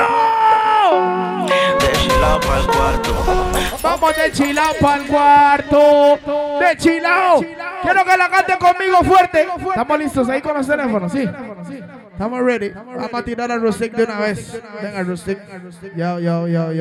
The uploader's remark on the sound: LIVE AT SIQUIRRES - BAR GRAN PARQUEO